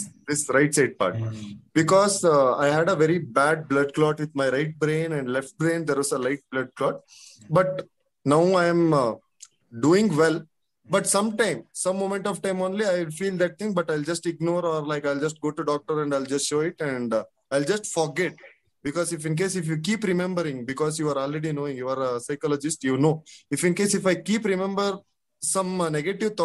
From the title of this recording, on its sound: Audio recording of the video conversation